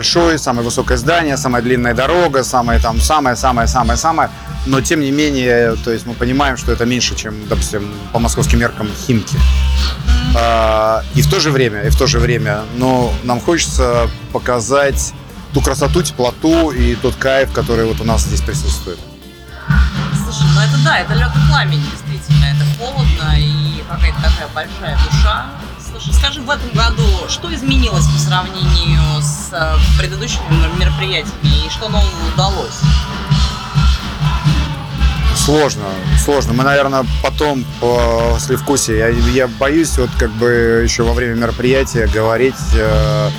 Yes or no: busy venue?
yes